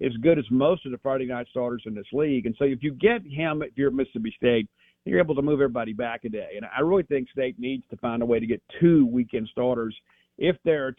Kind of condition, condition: link, phone line